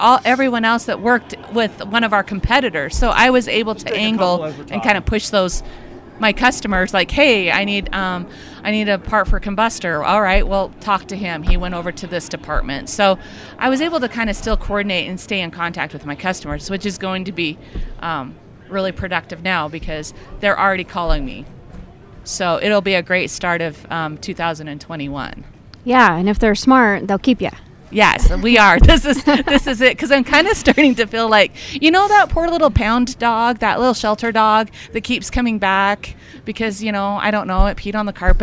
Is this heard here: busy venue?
yes